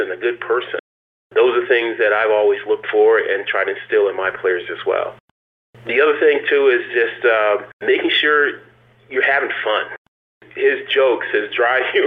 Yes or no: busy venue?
no